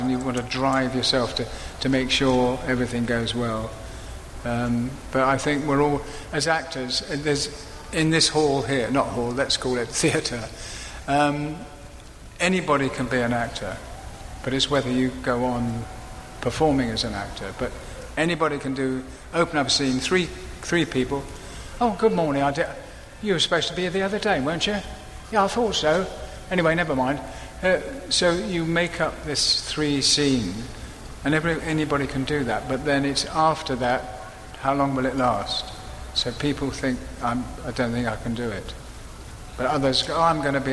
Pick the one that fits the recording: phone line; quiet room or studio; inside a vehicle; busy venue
busy venue